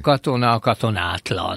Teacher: hiszen a szóvégi A-nak toldalékok előtt meg kéne nyúlni. A legtöbb toldalék előtt.